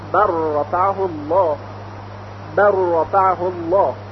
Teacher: لام در را ادغام میشه